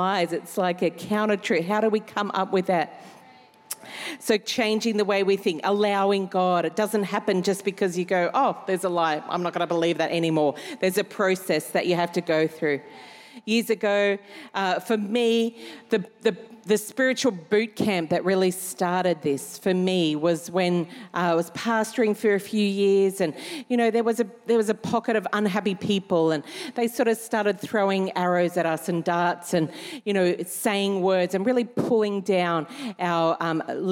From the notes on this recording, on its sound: Recorded during our 5pm service